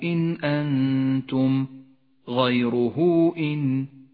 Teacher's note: هاء الضمير وقبلها حرف متحرك وبعدها الهمزة، الصلة الكبرى. مد الصلة الكبرى مد جائز، اخترنا قصر مده على حركتين تسهيلا على القارئ المبتدئ.